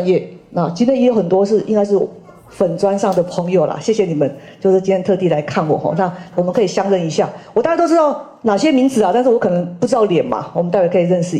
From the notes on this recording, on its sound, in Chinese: 人文讀書會現場錄音。